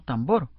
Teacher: Tambor es una palabra aguda porque lleva el acento en la última sílaba.